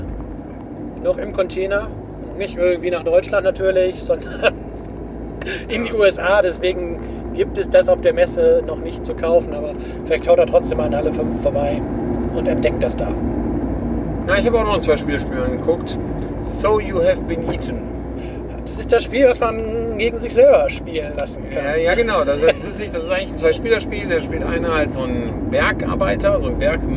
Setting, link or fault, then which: setting, inside a vehicle